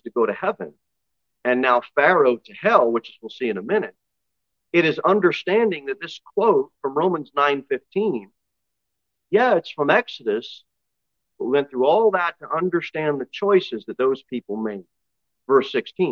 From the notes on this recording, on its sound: Sermon delivered at Pilgrim Baptist Church